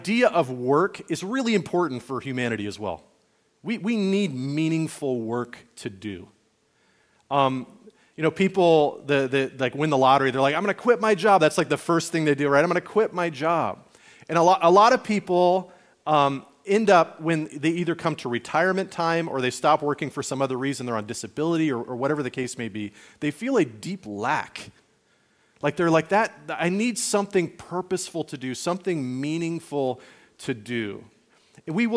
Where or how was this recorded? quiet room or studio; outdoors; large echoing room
large echoing room